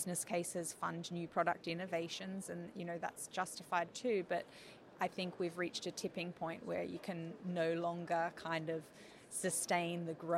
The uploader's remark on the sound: In this special episode recorded at Sibos in Toronto.